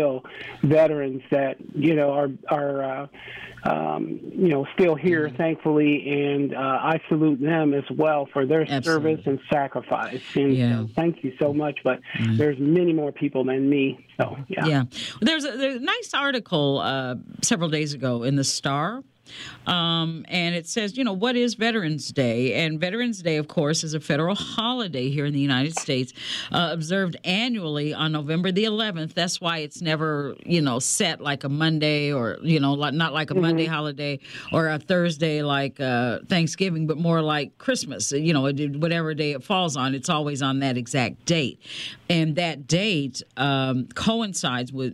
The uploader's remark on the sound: Today We Had Open Lines, Focused Around Veterans Day. Our Callers Called In With Their Salutes & Stories.